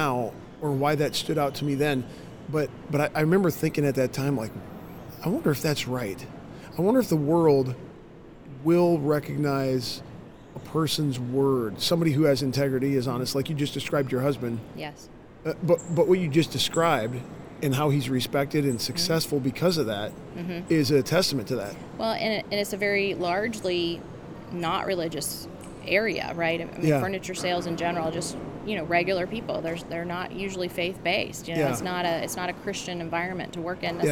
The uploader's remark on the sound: LIVE from CPE 2022!